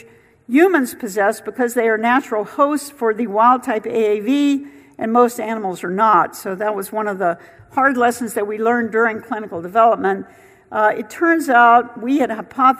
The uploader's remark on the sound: first recorded at the 2019 PODD: Partnership Opportunities in Drug Delivery conference